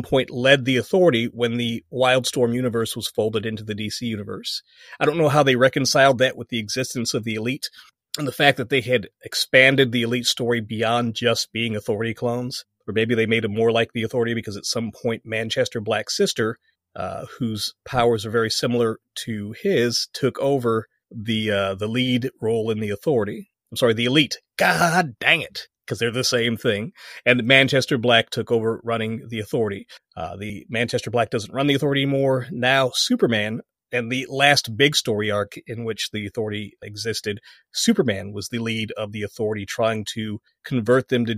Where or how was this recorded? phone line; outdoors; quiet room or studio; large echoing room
quiet room or studio